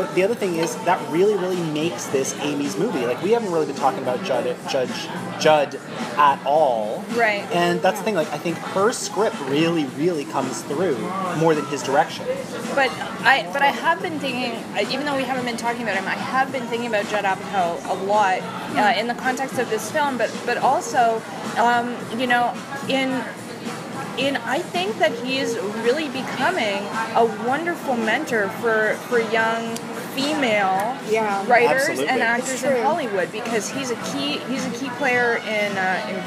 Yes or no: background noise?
yes